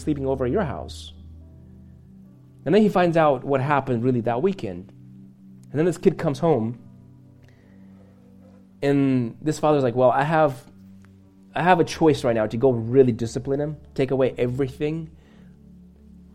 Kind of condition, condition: setting, large echoing room